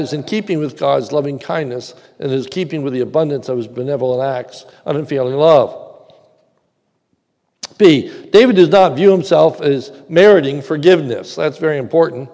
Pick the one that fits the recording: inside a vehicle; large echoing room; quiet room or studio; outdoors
large echoing room